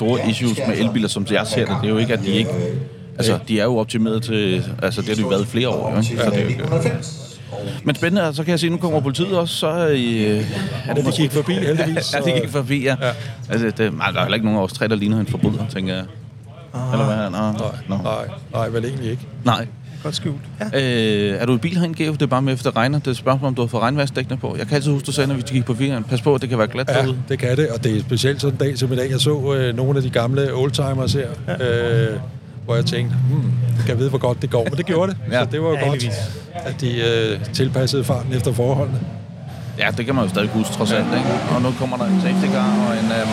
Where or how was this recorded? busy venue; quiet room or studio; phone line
busy venue